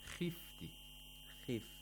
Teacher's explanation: The kha has a kasra. We have to apply the lowest level of tafkhim.